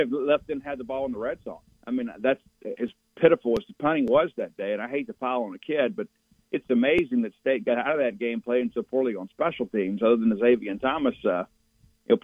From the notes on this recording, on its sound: Joins the show on the Farm Bureau guest line talking about MSU heading into the Auburn game live in the BankPlus Studio.